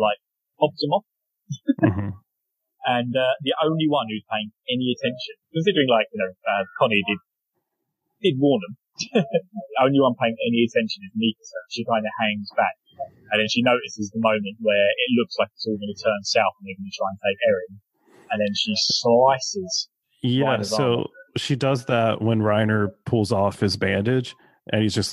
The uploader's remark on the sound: bad-ish audio quality